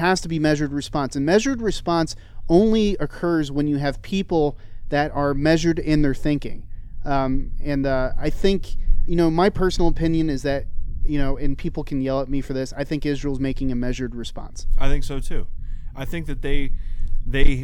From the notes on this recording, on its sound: The guys record from the great outdoors.